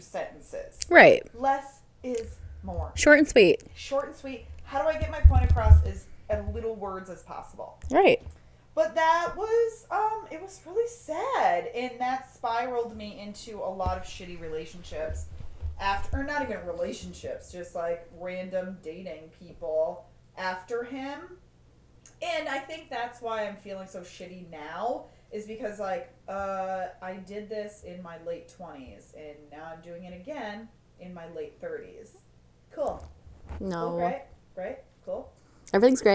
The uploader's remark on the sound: Guys our microphones will get better.